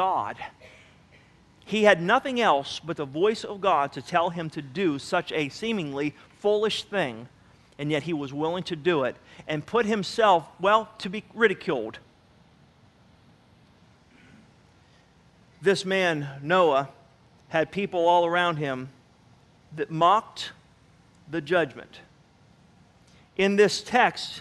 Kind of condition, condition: setting, large echoing room